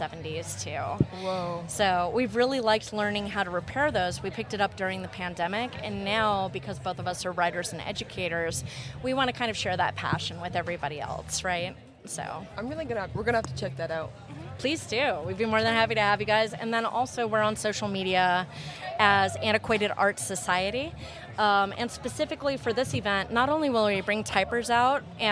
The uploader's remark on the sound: This year, Youth Radio took to the streets to ask attendees of the 2023 Granfalloon Festival. Along the way, they interviewed both people on the street, local artists and musicians and some participants in the festival itself. The extended edit of the episode that first aired on WFHB.